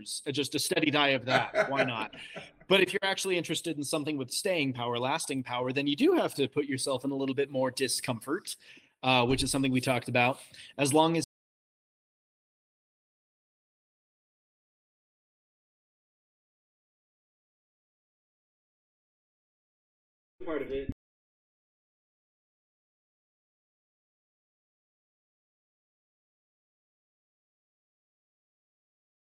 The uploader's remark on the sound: Sorry about the Sound cutting out when my voice got low, I have fixed this for future episodes. My noise gate floor was too high.